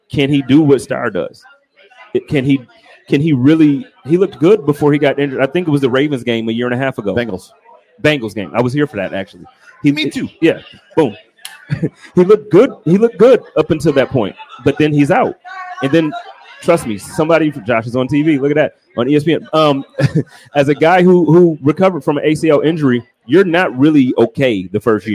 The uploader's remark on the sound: HUMP DAY HOTLINE | LIVE AT O'NEILL'S. The Guys are out and about all around Buffalo including do a LIVE broadcast from O'Neill's Stadium Inn right across from Highmark Stadium.